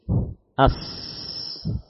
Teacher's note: Ya, sangat sempit sehingga muncullah suara tadi, suara khas, ya, desis, ya, muncul karena apa? Karena jalur nafas yang cukup sempit.